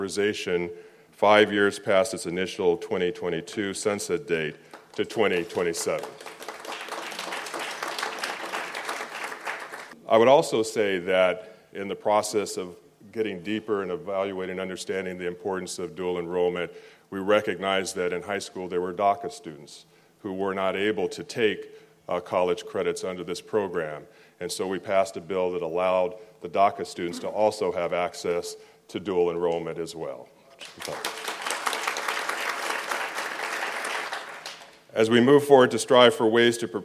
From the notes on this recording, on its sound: spoke at our very first Future of Work Conference held last year in November of 2019 at Pasadena City College